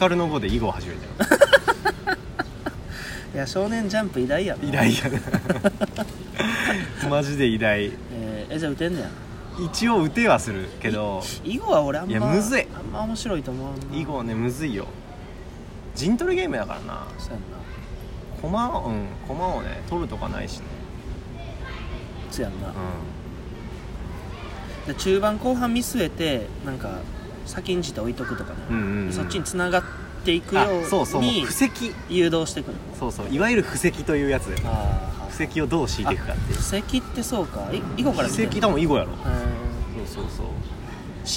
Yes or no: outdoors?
yes